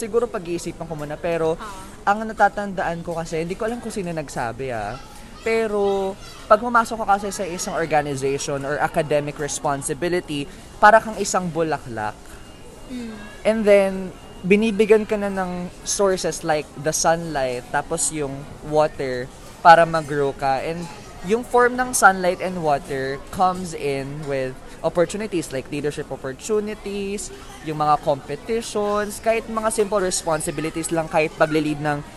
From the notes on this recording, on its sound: We recorded this episode while we are having lunch in Mcdonald's!